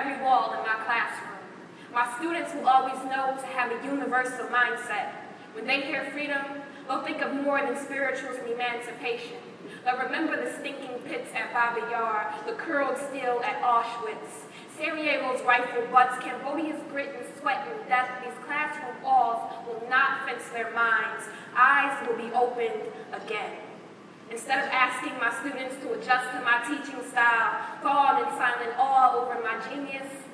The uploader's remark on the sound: closing keynote at #iste11